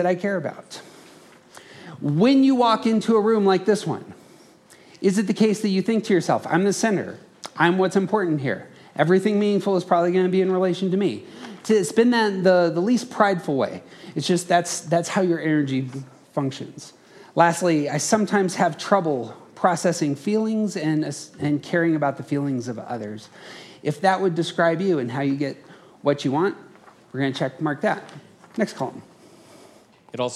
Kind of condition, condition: setting, busy venue